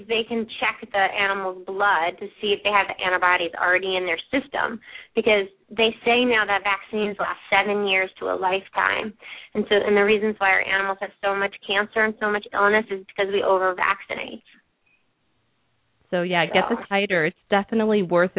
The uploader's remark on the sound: open up the lines for listeners to call